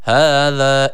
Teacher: Her iki harfi birer elif miktarı uzatıyoruz. هَذَا ikisi de E-A arası bir sesle.